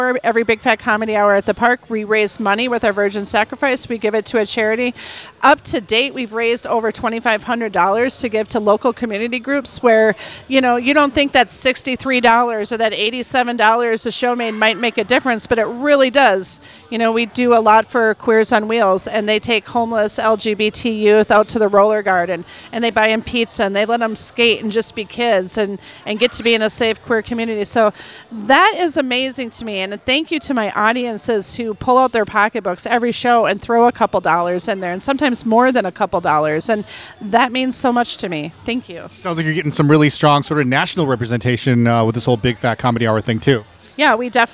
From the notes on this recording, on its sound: On location at LUSH